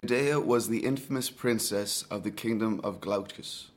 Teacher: What you'll notice is that there is less twang than in the modern Dublin sound, but it does share the feature that is most predominant in the southern Irish sounds, which is this clear L in all word positions. So the tune is a little bit flatter, placement a little bit further back in the mouth.